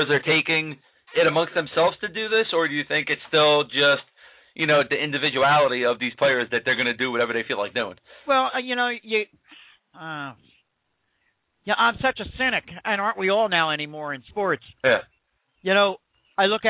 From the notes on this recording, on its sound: take questions from listeners via the telephone